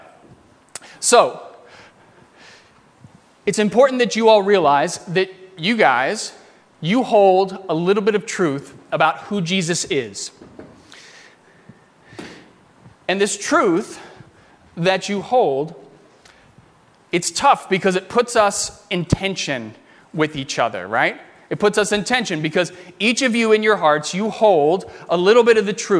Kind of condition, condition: setting, large echoing room